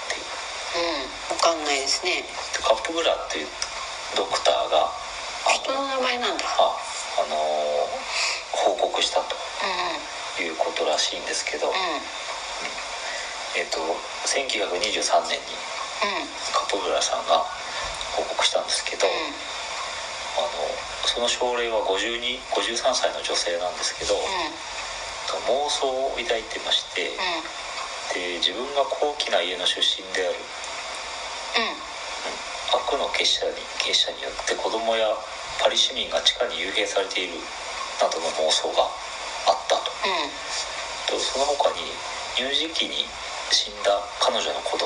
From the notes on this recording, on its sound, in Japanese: 音質悪。初回にしてトラブルで音質が最高に悪いです。From Radiotalk。